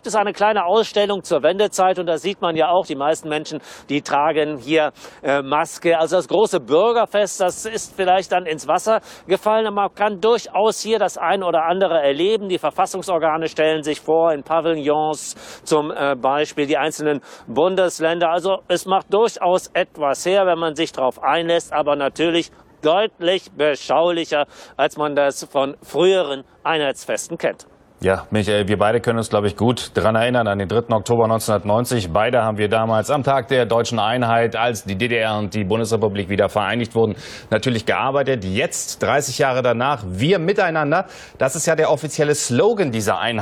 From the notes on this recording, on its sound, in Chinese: 发自2020德国统一日当天的庆祝活动现场。